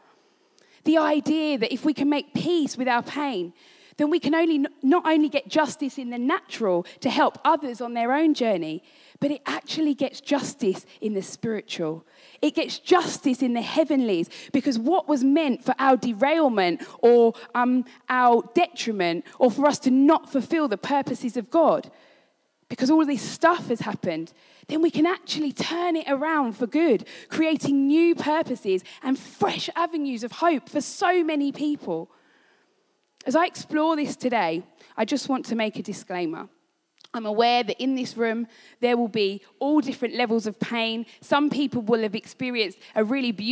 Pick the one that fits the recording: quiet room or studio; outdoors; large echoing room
large echoing room